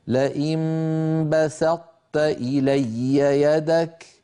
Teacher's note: نطبق على طاء ونفتح على تاء · Term: إدغام ناقص